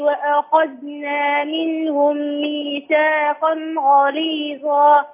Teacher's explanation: الغين بفخمها واللام أرققها والظاء أفخمها